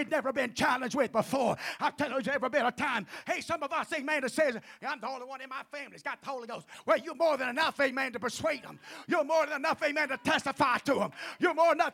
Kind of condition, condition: setting, large echoing room